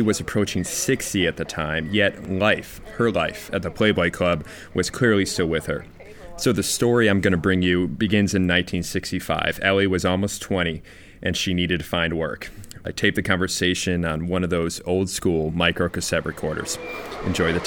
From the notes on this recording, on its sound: I taped conversation on one of those old school microcassette recorders. Upper West Side of Manhattan at Elle's Restaurant // Microcassette recorder.